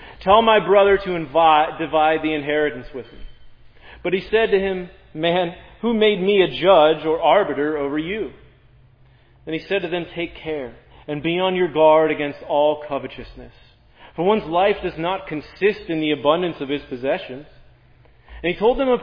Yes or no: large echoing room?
yes